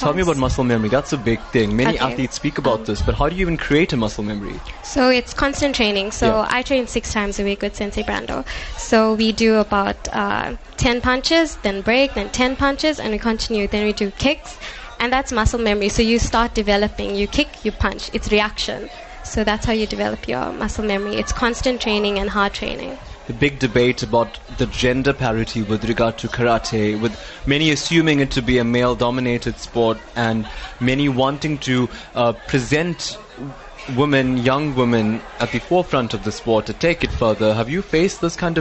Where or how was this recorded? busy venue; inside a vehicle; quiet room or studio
busy venue